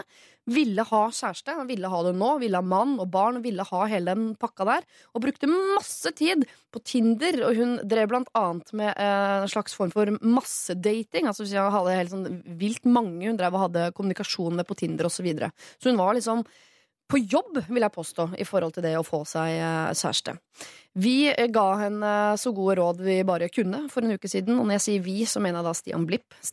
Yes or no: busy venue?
no